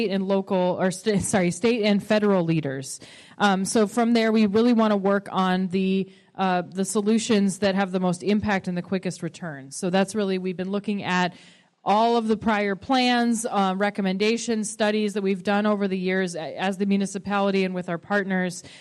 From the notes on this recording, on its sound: Features sessions from the Anchorage Assembly's Community Housing Action Summit. The event was open to the public and consisted of speakers discussing the issues behind the city's housing shortage, solutions to the issue and breakout sessions for more in-depth discussions. This event was recorded on November 3 at the UAA Student Union.